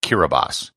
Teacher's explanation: The letters T-I form an S sound in the Gilbertese language.